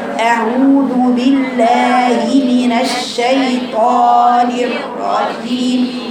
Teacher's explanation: نيجي بقى بعد كده لازم يعترضها ضم الشفتين هتطلع هو كده الواو المادية طبعا من الجوف لكن معاها ضم الشفتين